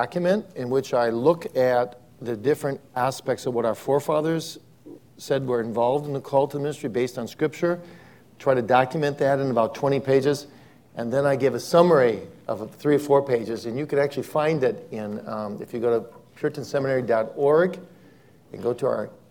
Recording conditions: live audience